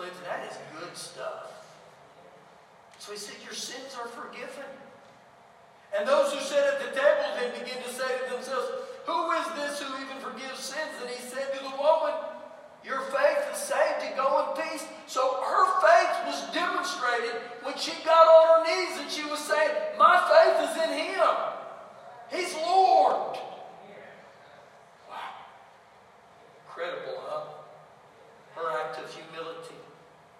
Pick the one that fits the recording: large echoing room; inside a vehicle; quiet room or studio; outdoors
large echoing room